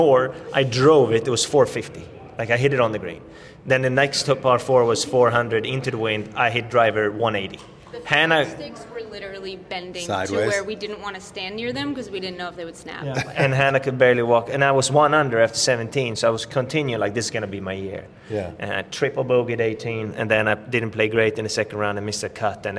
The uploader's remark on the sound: live from the PGA Show